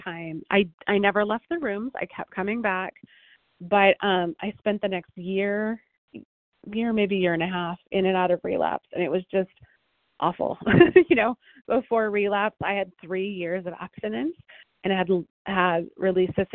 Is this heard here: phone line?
yes